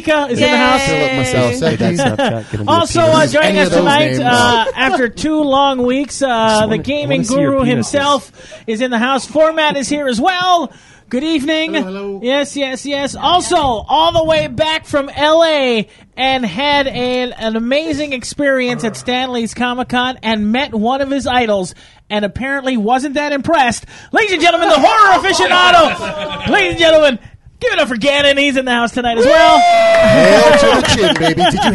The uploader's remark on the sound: recorded live at Maui Comics & Collectibles